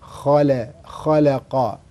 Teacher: اللام من الحروف المرققة، والقاف من الحروف المفخمة، فهذا اللام وقع بين مفخمين فيجب الاعتناء به اعتناء جيد، لا تجر القاف اللام إلى التفخيم. · Term: حرف مرقق بين مفخمين